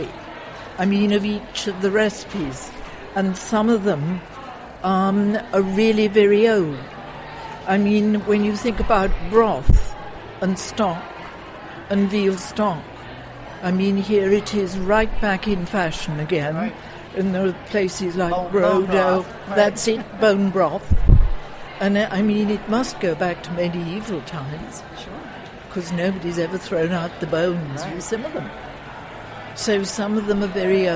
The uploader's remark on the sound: Live From the IACP. The recent International Association of Culinary Professionals Conference held in Washington, DC. Live on the scene.